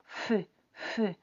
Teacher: Hay como un aire que pasa, pero bueno, no tan fácilmente, que tu labio también se mueve.